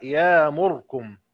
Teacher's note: أما السوسي فيقرأ هكذا يأمركم، وجه واحد اللي هو إسكان الراء